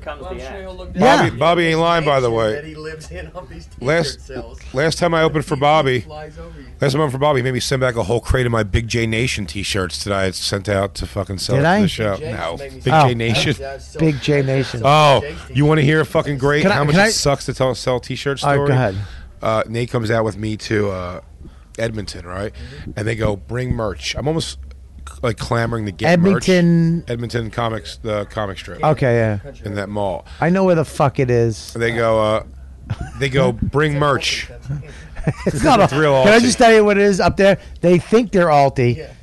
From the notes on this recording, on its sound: Recorded backstage at the South By Southwest festival in Austin, Texas.